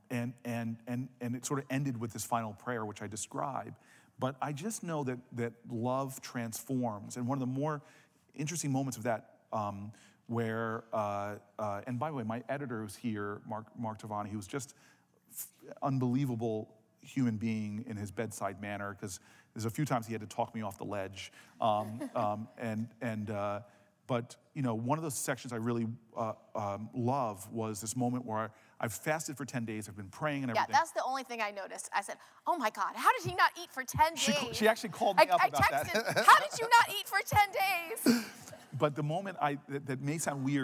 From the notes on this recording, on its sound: The conversation was recorded on Feb 21, 2016 in front of a live audience at New York's 92nd Street Y.